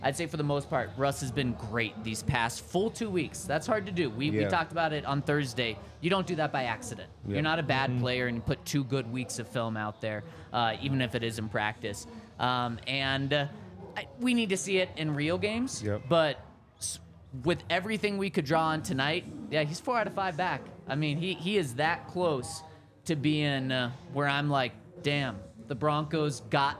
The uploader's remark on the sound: coming to you LIVE from the DNVR Bar